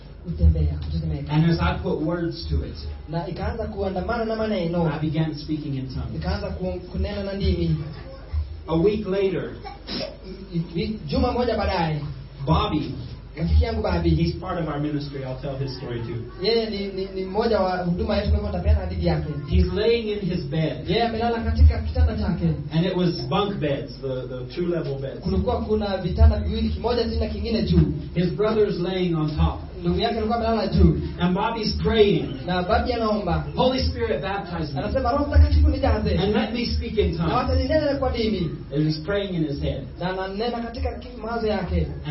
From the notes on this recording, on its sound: Impartation at Sozo Ministries Church, Juja, Kenya. This sermon was recorded at Sozo Ministries Church – Juja, Kenya. The interpretation is in Swahili.